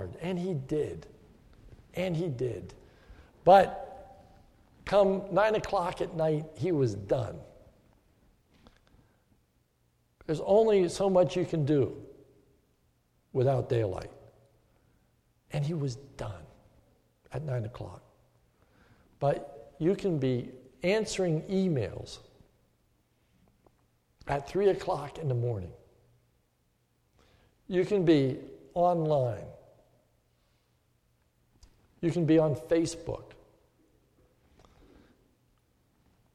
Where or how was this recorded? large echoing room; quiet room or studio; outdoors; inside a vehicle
large echoing room